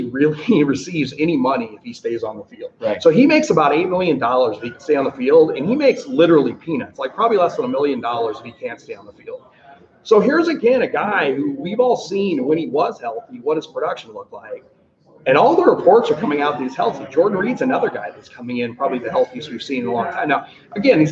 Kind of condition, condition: setting, busy venue